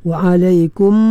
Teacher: rapatkan bibir mulut betul-betul ya, sebab mim bertemu dengan mim, idgham mithlain, dengung, dengung tu telah berada pada huruf mim yang kedua tu.